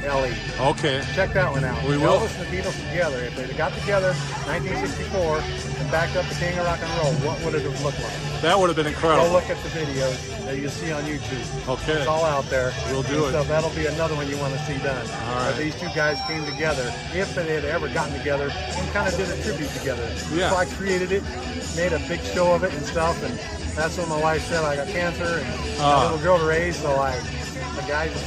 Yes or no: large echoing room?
no